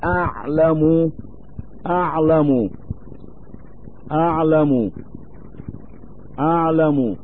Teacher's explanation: كأن يتلفظ القارئ بالألف من مخرج العين فيقرأه في كلمة أعلم